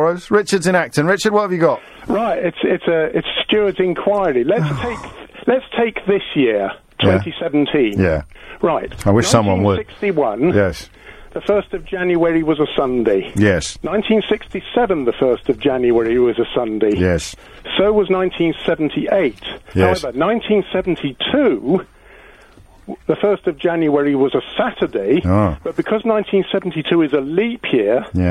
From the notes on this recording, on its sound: phone-in show